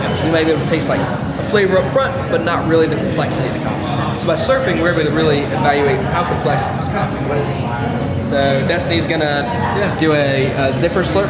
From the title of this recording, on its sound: Live from Not Just Coffee